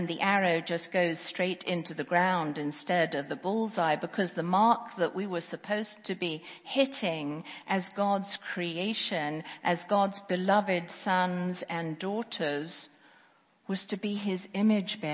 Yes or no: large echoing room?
yes